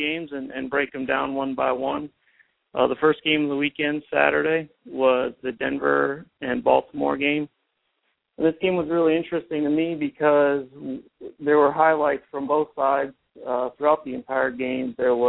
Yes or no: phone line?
yes